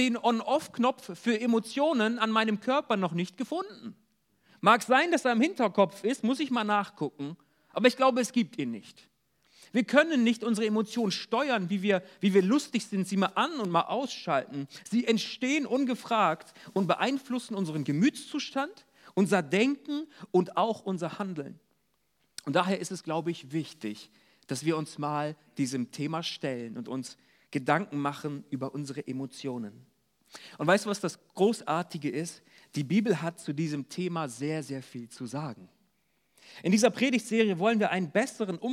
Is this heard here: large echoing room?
yes